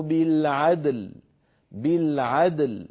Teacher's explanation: فنقلقل الدال ونبين شدتها ونبين ونعطي اللام حقها · Term: قلقلتها